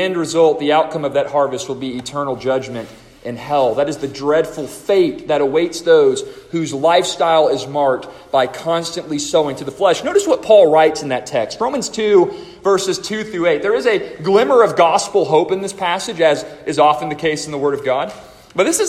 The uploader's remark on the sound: A chapel message delivered to the students and faculty of the Deep Roots Homeschool Co-Op of First Baptist Church-Inez -Inez, Texas